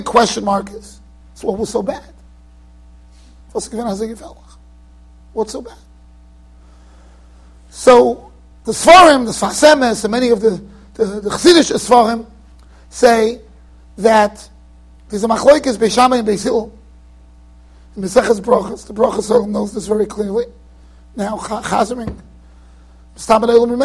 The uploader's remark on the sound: Shiur recorded in Yeshivas Ohr Reuven, Monsey NY.